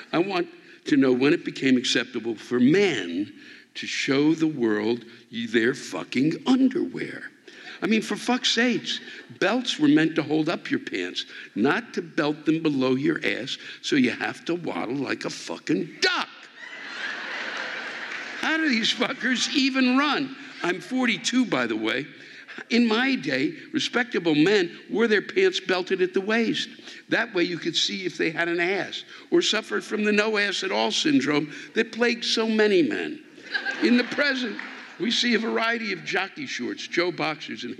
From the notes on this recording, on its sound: The live rants come from the Uptown Theatre in Napa